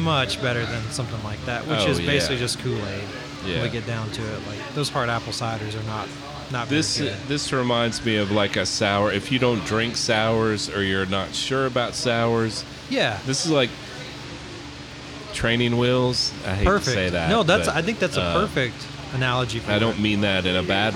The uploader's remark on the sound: Another fantastic live show from White Squirrel Brewery in Bowling Green, KY!